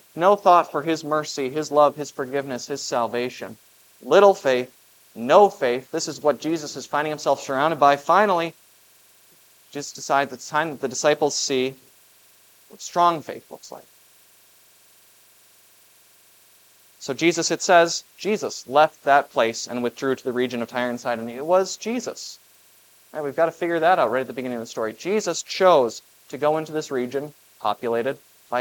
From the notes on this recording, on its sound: This Sunday sermon, based on Matthew 15:21-28, was preached at Grace of God Lutheran on August 20, 2023.